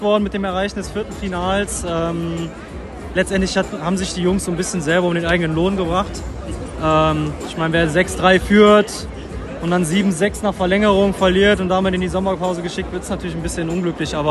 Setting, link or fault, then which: setting, busy venue